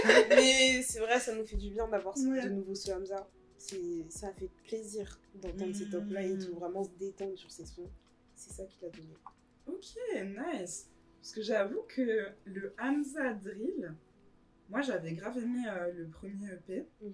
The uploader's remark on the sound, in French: Excusez nous d'avance pour les bruits parasites présents dans cet épisode... On a vraiment enregistré au feeling et sans réfléchir !